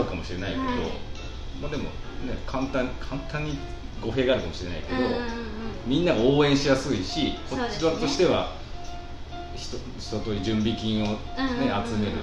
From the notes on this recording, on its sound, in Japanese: ネオ喫茶ププさんでの収録